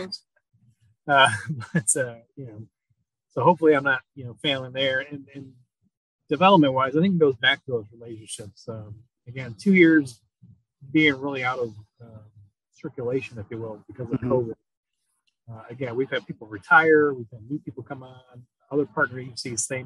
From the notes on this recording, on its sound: Please note the sound quality isn't great. I'm still working out bugs to deliver a great quality product.